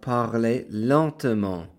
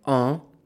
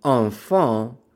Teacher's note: the ENT is pronounced as a nasal EN, which sounds like en, as in enfant for child.